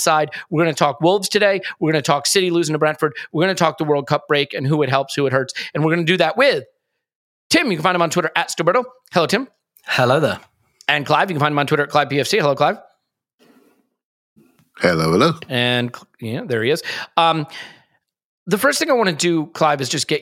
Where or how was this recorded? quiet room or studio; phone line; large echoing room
quiet room or studio